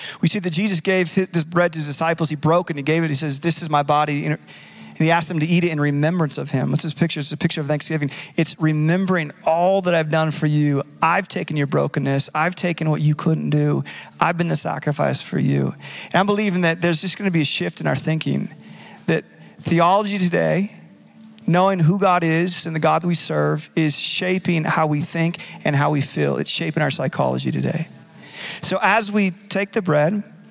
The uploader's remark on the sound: Recorded live at Capital Church in Meridian, Idaho